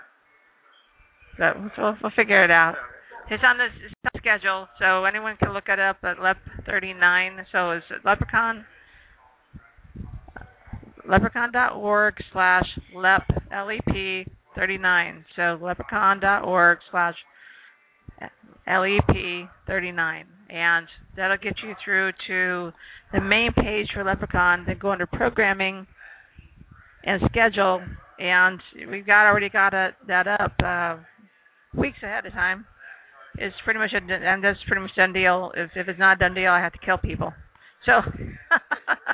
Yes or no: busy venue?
yes